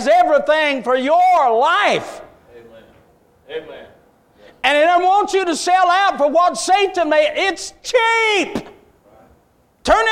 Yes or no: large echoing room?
yes